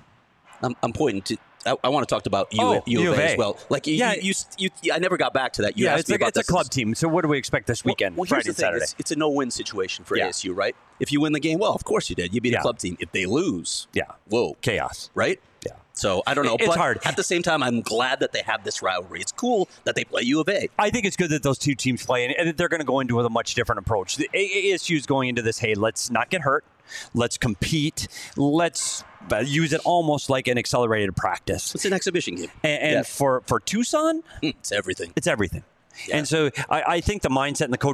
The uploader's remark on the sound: live at the Ice Den in Scottsdale